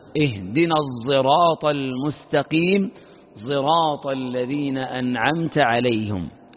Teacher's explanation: وقرئ أيضا بالإشمام بين الصاد والزاي، يعني تخلط بينهما